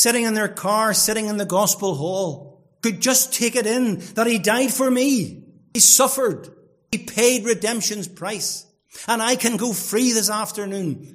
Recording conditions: large echoing room